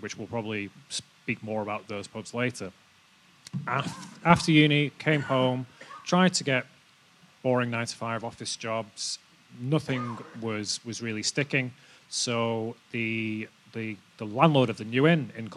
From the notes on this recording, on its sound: The latest episode of our podcast takes place here at the brewery, where we hosted a panel discussion in front of a live audience. As we joined in Marble’s 25th anniversary celebrations.